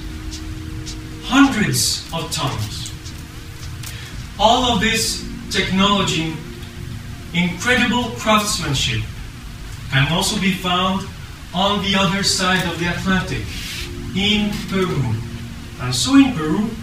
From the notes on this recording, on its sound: Part 1 of the Atlantis lecture hosted at Ottawa Public Library.